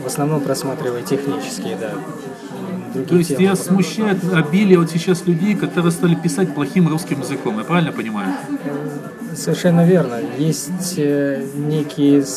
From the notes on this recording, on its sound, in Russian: At Кофе Хауз. Писано (как всегда) без подготовки, не продуманно и не запланировано, увы, в шумном помещении, на iPad, средствами SoundCloud.